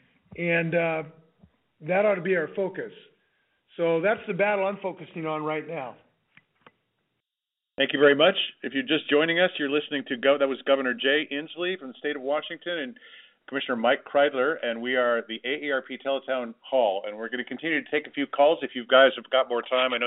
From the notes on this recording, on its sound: More than 8,000 people joined us from across Washington for a telephone town hall on March 29th